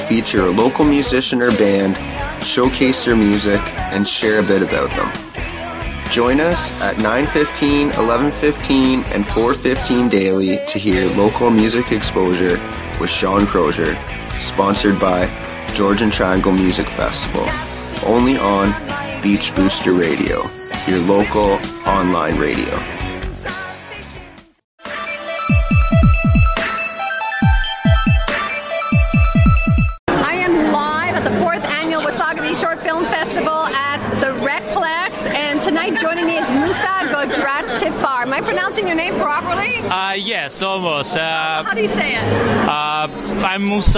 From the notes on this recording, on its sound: Speaks to attendees and winners at the 4th Annual Wasaga Beach Short Film Festival held in Wasaga Beach late January 2015. This program was originally broadcast on Beach BOOSTER Radio.